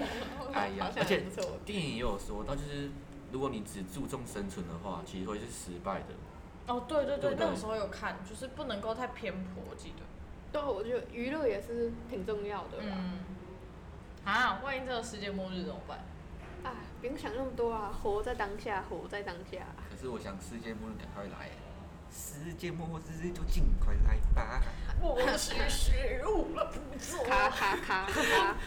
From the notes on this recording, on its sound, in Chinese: 本集為我們第二次錄音(風聲有點大)。